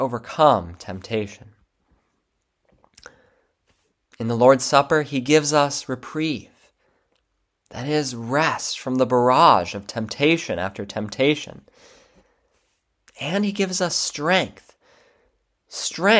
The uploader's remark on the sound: February 18, 2024 Church Service – First Sunday of Lent. Divine Service 2024-02-18 Lent – Sermon Audio.